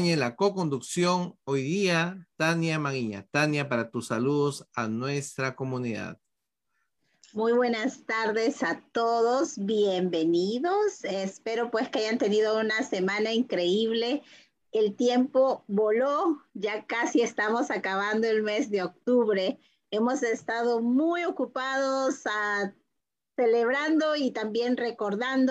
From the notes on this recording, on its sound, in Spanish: por Zoom y Facebook en vivo